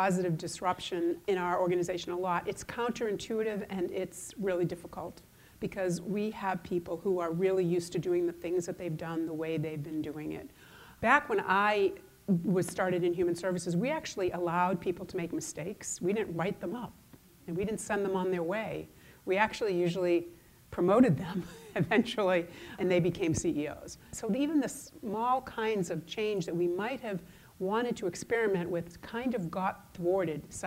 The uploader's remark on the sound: AAFCPAs' 2019 Nonprofit Seminar - Keynote Speaker